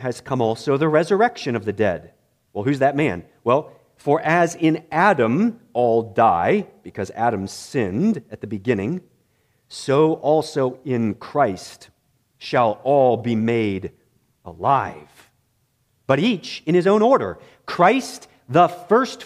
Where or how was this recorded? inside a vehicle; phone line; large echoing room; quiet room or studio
large echoing room